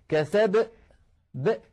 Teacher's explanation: يعني بعد الباء ينطق همزة ساكنة